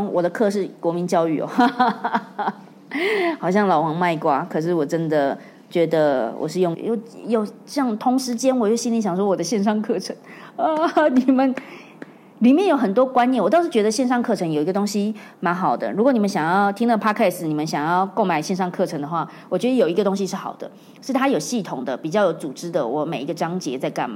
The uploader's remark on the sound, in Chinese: 在演講的過程中，發現一群很特別的聽眾，他們問了很多問題，。用一個問題回答了現場觀眾的提問。